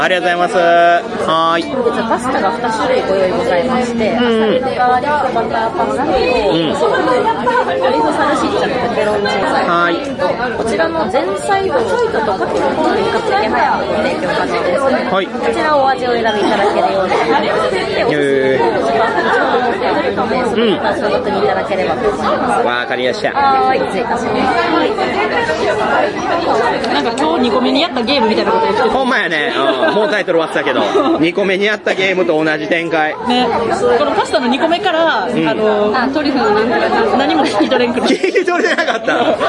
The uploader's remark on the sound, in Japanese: 突撃！すごろくや春の新作体験まつり’24！イベント会場収録のため、騒音雑音が激しく入っております。